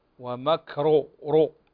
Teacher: قلنا الراء المضمومة تفخم الموجب للتفخيم والضم